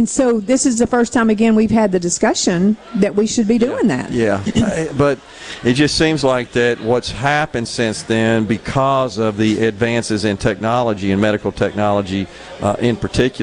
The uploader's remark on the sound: LIVE from Providence Hill Farm for a fundraising sporting clay competition to raise money for the Friends of Mississippi Veterans.